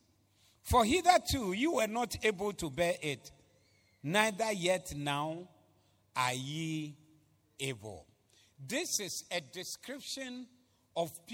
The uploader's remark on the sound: Preached at the Zeloo Service 14082022